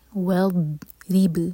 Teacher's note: والضرب، ضاد پر قلقلہ نہیں ہونا چاہیے، زبان کی سائڈ سے پڑھیں گے اور تھوڑا سا ٹائم دیں گے. والضرب، را کے نیچے کثرت اور باریک، با پر قلقلہ